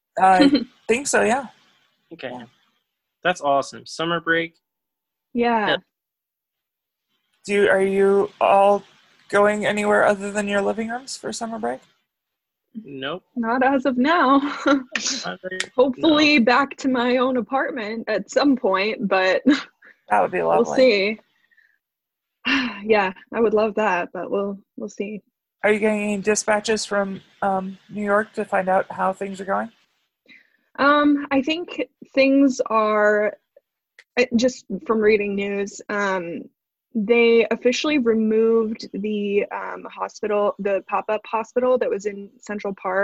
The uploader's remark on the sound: Zoom Edition